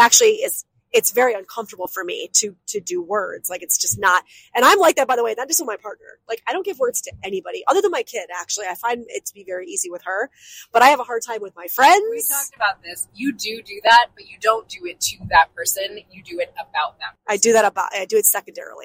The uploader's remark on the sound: Passed a miniature microphone back and forth in the car to record a conversation they were having on the way to their New Year's retreat.